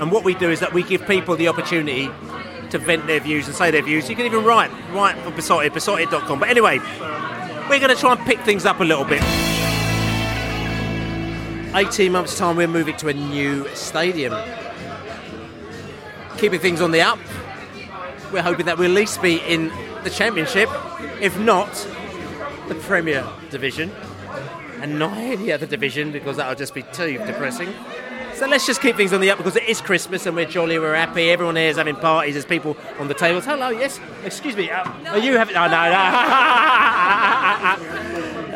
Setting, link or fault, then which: setting, busy venue